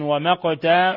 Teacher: ثم القاف من ومقتا ساكنة فتقلقل